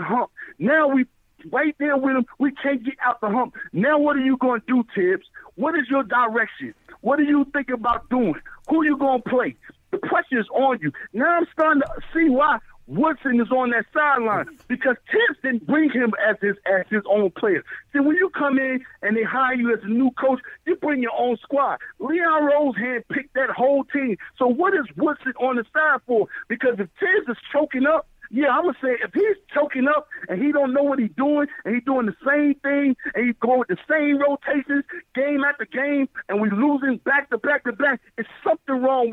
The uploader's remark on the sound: Take phone calls from fans around the world. Phone calls begin at 12:55.